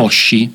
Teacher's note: Quindi per esempio la parola stella, che si pronuncia Oshi in giapponese, avete sentito che ho enfatizzato un po' l'H all'inizio, diciamo che l'ho aspirata, Oshi. E quindi questa è una cosa che potrebbe portare problemi a chi vi si avvicina.